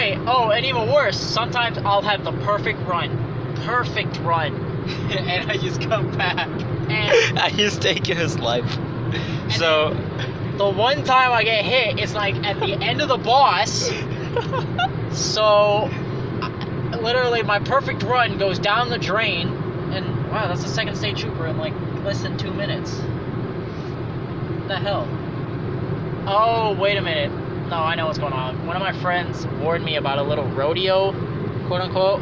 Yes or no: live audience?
no